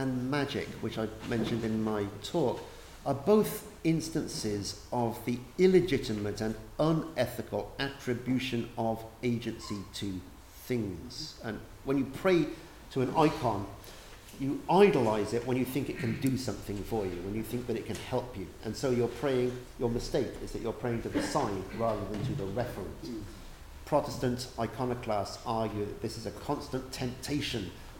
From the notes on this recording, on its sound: These are the recordings from the Shakespeare and Marx symposium organised by Kingston Shakespeare and held at Garrick's Temple to Shakespeare (Hampton, UK) on June 24, 2017.